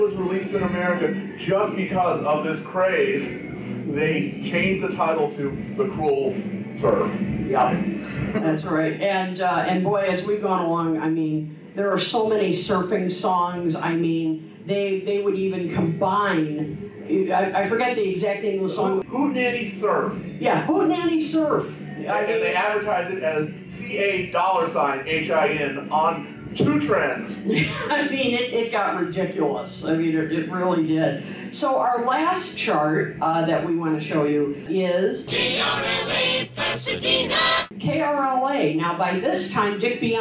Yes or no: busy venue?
yes